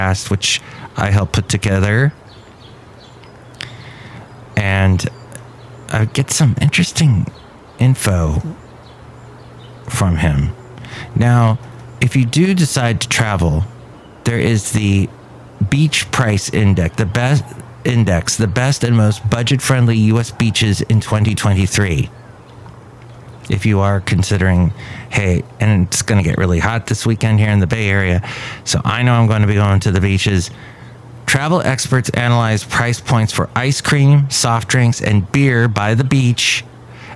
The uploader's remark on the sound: podcasts live from Café Anyway